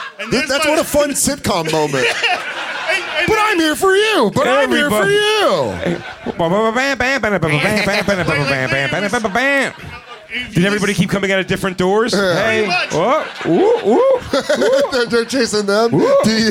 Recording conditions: live audience